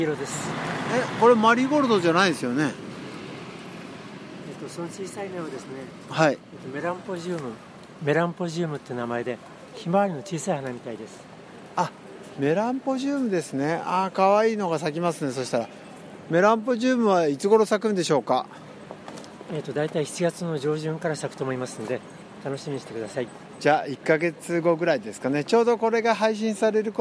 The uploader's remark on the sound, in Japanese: 現場国立駅前ロータリーから